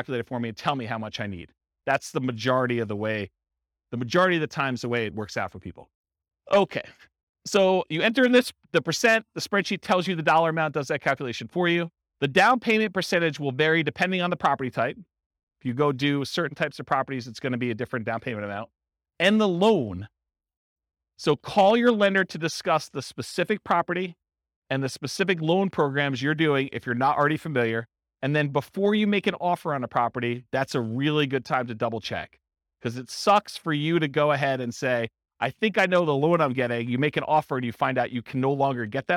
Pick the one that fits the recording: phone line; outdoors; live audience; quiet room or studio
live audience